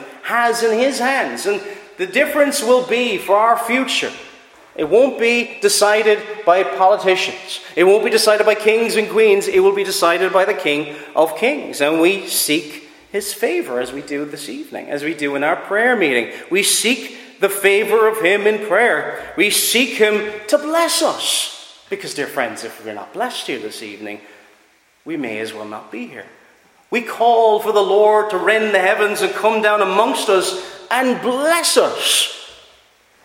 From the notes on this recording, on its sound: Preached at Ballyclare - Doagh Free Church